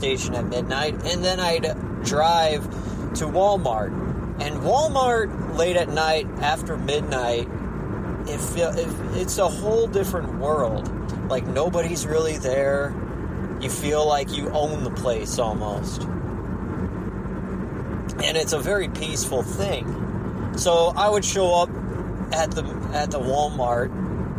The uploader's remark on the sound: Random Car Ride Talk